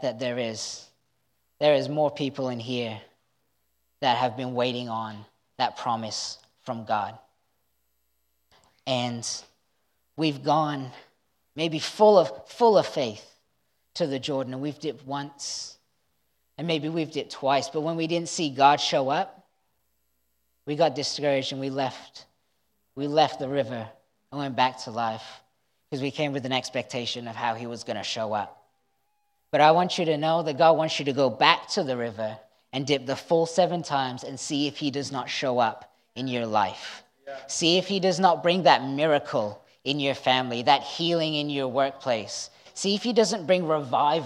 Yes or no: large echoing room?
yes